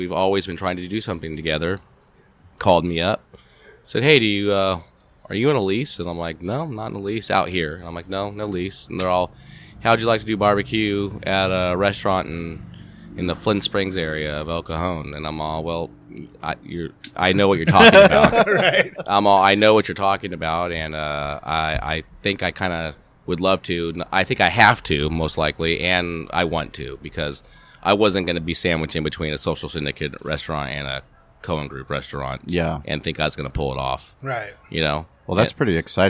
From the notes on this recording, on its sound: Podcast recorded live on the main stage at Grand Ole BBQ y Asado in Flinn Springs, California.